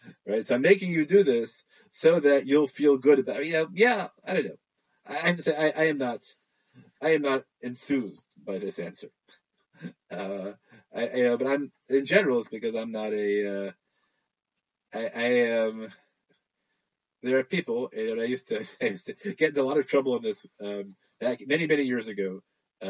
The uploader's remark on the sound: ZOOM Shiur